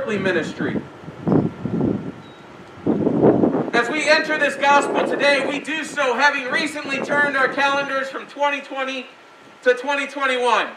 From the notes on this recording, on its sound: We apologize for the shaky audio the sermon this week was recorded during our outdoor worship service.